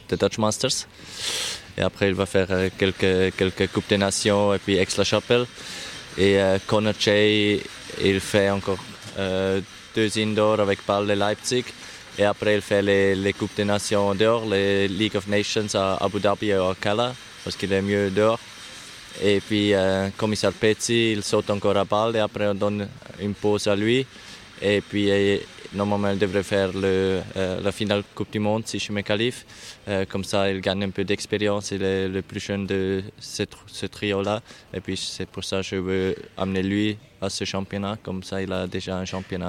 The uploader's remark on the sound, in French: Nous sommes en direct du CHI de Genève dont nous sommes, pour la deuxième année consécutive, média partenaire ! Nous enregistrerons chaque jour deux épisodes et les diffuserons dans la journée.